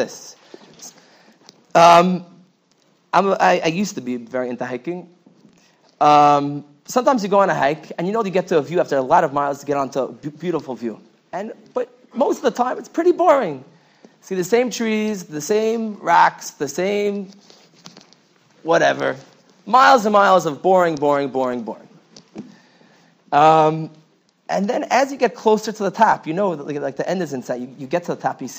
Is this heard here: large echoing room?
yes